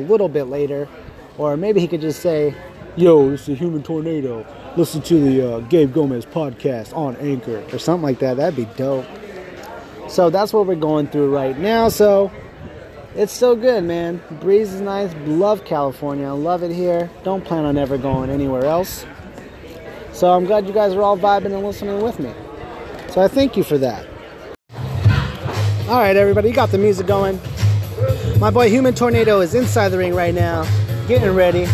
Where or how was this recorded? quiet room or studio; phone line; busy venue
busy venue